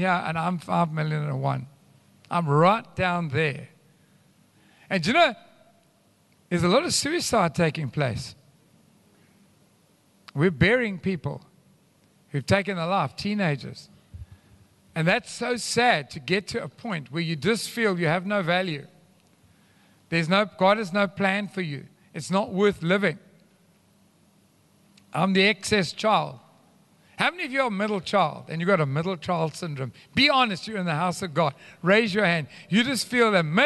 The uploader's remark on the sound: Recorded live on Sunday the 9th October 2022